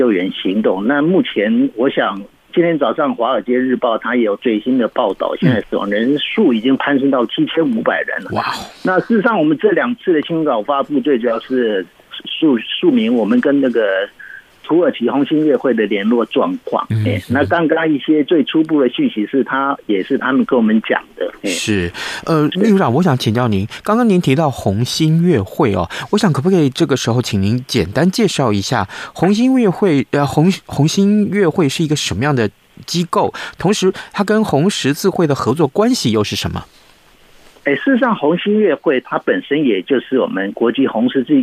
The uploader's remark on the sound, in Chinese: 土耳其現場連線